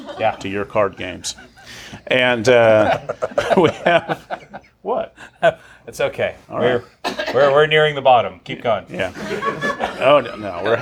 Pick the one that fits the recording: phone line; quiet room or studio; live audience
live audience